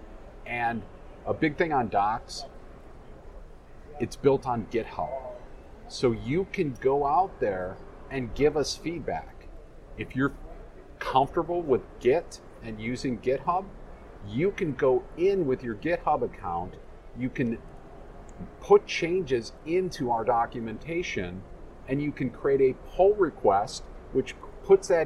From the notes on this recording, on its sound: recorded at Microsoft Ignite in Orlando